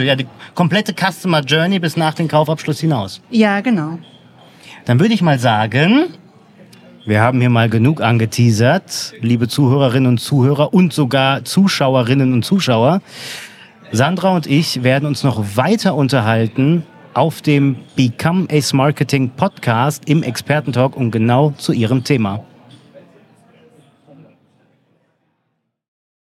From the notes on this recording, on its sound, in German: Live aus dem Podcast PopUp Studio. Die CX Days 2023.